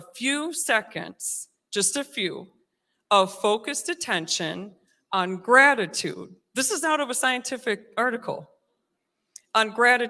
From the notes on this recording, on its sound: recorded live on June 19th at Newark United Pentecostal Church